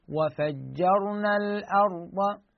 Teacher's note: عندنا كلمة وفجرنا وكلمة الأرض، كلا الكلمتين لاحظ الراء ساكنة وقبلها أكو حركة الفتح، بعد هاي واضحة، الراء ساكنة قبل فتحة حكمها التفخيم